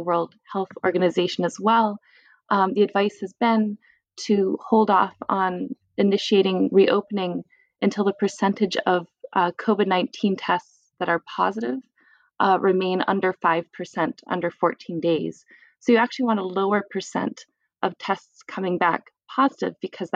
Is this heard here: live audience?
no